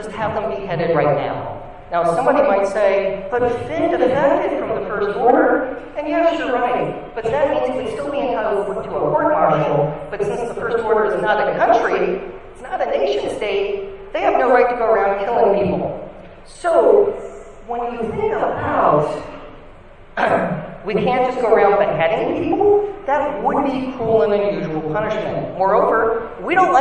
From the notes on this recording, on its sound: Recorded live at Nerd Nite East Bay.